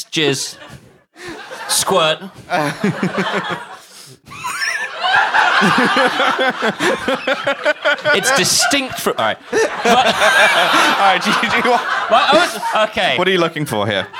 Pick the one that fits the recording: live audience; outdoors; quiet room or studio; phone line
live audience